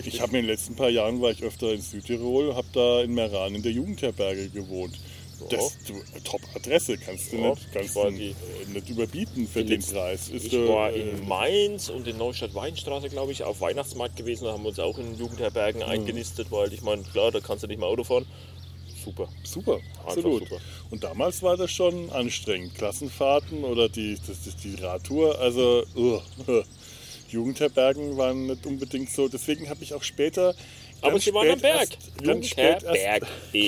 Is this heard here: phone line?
no